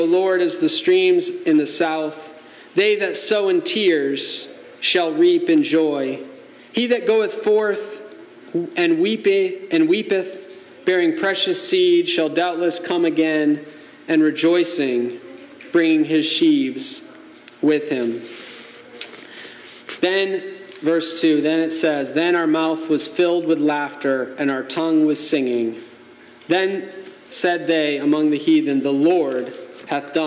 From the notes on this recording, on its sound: Message delivered Sunday, May 14, 2023 at Mt Carmel Primitive Baptist Church, Bel Air, Maryland